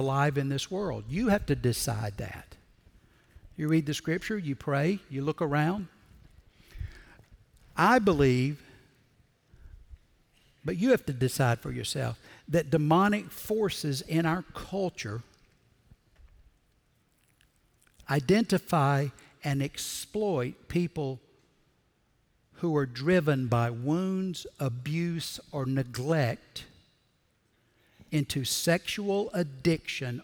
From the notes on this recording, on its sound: Recorded Live at Brookwood Church